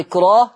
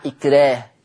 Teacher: يعني الكاف الساكنة دي ولا أي حرف ساكن هيمنع ترقيق الراء، الراء هترقق هترقق عند ورش · Shown in: second take · إلا لو كان الساكن ده صاد وطاء وقاف.